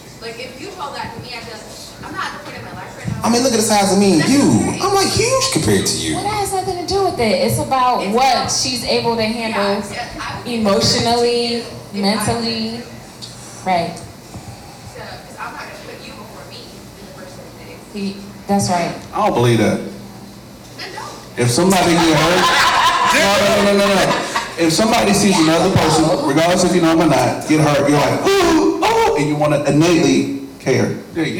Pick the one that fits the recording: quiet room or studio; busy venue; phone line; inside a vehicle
busy venue